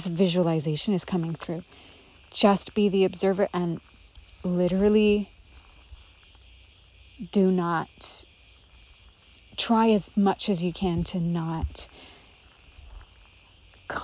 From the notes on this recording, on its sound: recorded in Crete among the cicadas of a forest